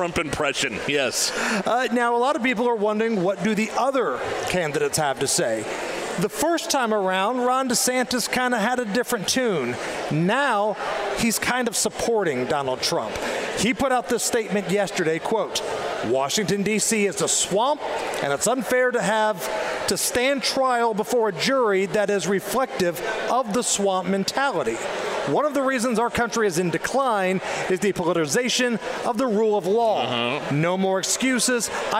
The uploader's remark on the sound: LIVE at the Indiana State Fairgrounds Tap Room!